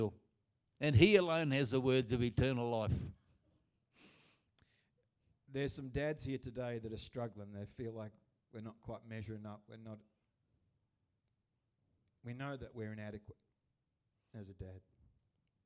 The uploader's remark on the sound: Recorded Live at Destiny Church Atherton.